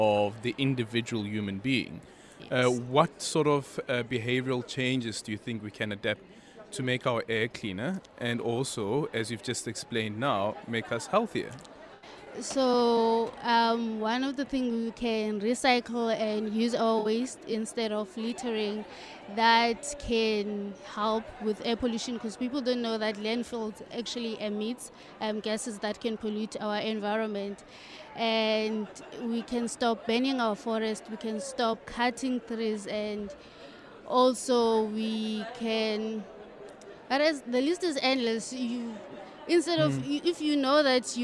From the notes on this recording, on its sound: We are still coming to you live from the Cape Town International Convention Centre as scientists gather at the World Science Forum hosted by the Department of Science and Innovation.